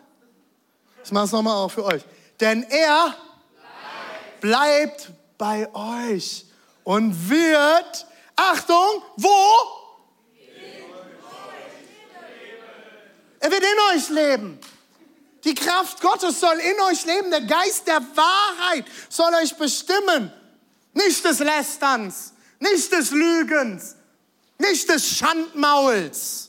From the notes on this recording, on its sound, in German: Audiomitschnitt der Predigt